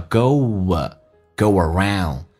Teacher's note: go 跟 around 其实有个连音，云跟云之间连音，不是加我就是加也。这个加个我叫 go, go around